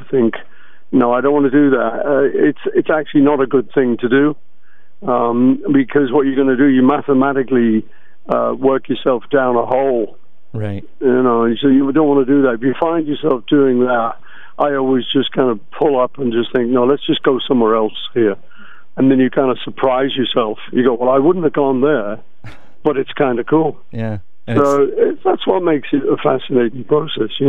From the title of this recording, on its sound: On The Phone